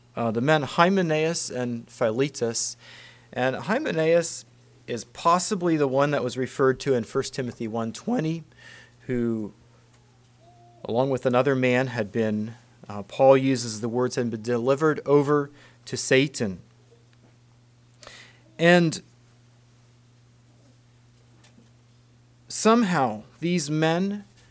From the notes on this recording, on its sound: Message preached at Word of Hope